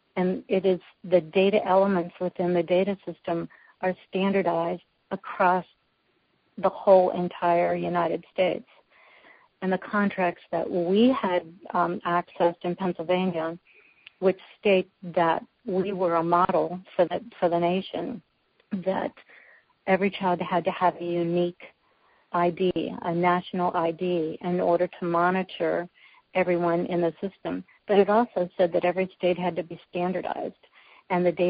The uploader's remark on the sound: Women On The Wall Conference Call